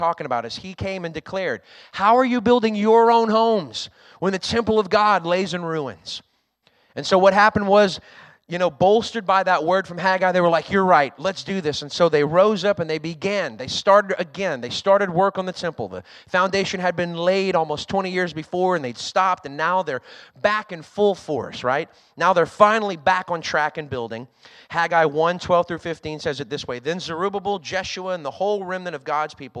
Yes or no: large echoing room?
yes